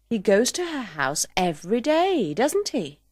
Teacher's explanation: Don't pronounce the second E in every